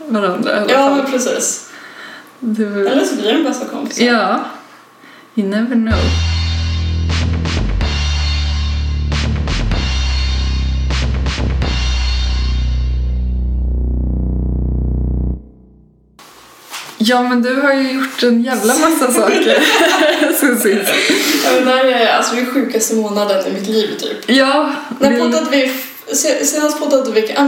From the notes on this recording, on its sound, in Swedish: Inslagsproducenten är väldigt sur över den dåliga ljudkvalitén i det här avsnittet. "Sitt nära micken för fan", hälsar han.